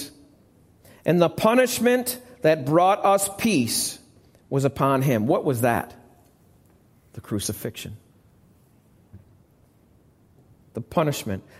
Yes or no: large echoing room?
yes